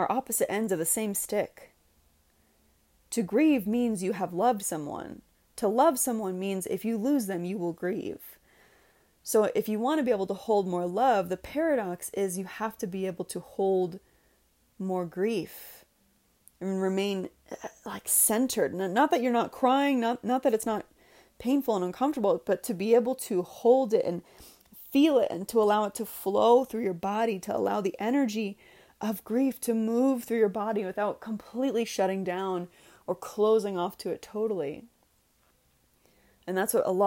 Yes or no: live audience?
no